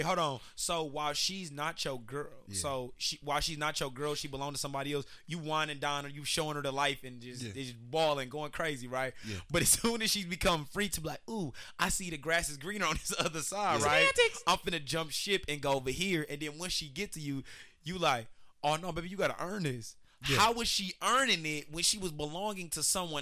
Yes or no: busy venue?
no